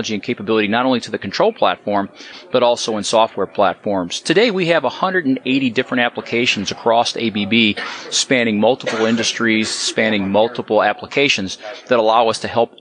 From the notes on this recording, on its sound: During a power-industry conference in Las Vegas, Nevada.